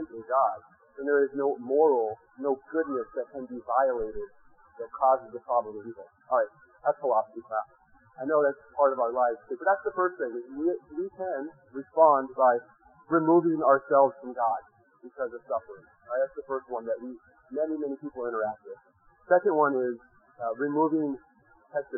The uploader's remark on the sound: In this sermon audio, which was rescued from a very bad recording.